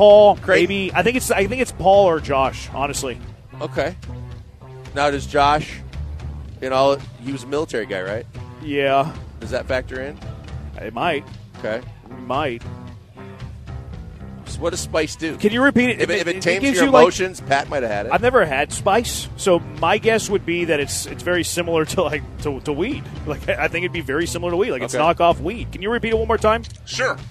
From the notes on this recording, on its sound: LIVE from East River 9 in East Downtown!